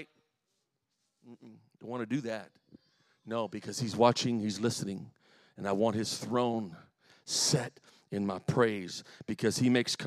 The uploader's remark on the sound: The following is a full sermon I delivered recently at my home church in Harvey, IL.